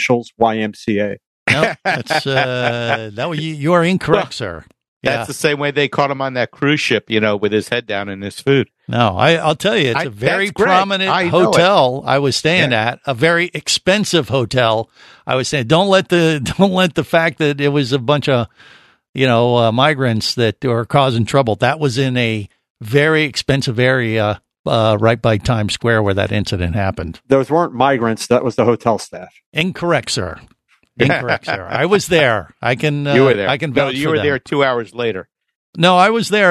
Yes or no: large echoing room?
no